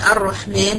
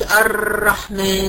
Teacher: ارتعاد طرف اللسان بالراء نتيجة ضيق مخرجها · Shown in: second take · Term: التكرار